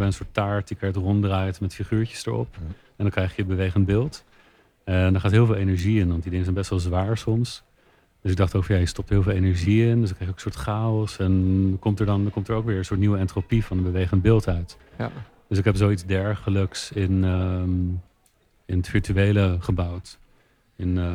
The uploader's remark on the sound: Recorded live at the International Film Festival Rotterdam